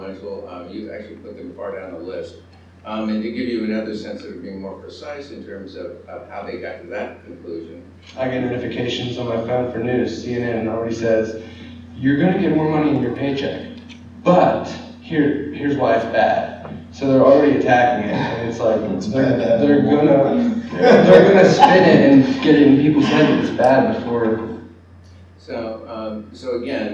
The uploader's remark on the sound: at The Ripon Society's Annual Senior Staff Symposium on Leadership at Mount Vernon